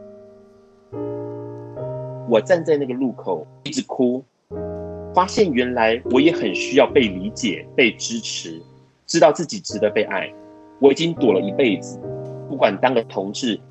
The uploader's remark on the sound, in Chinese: 本集Podcast透過Microsoft Teams通訊錄製。